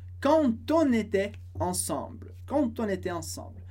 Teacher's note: Lembrando que a liaison depois de quand aparece o som T. Sempre quando a gente tem um D no final da palavra com liaison, aparece o som T.